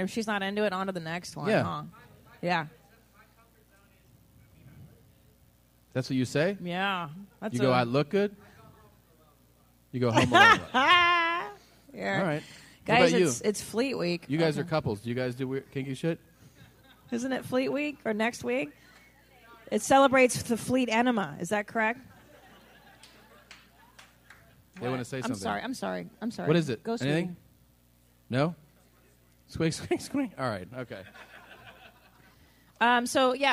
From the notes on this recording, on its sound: Live From San Francisco. It's LIVE from Man Fran Disco (San Francisco)!